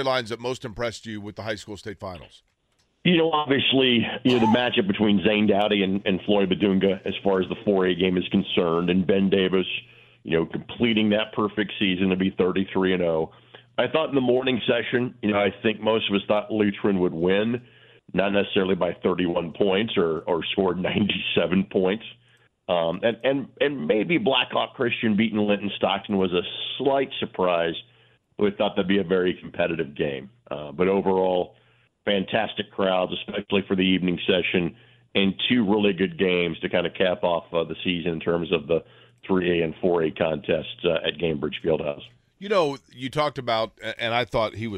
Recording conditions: phone line